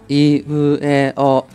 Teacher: 零形音指的是第一拍低，以后各拍都高